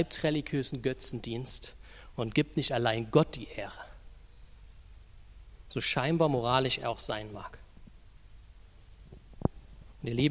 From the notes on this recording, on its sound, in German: Die Predigt ist aus dem Gottesdienst vom 25.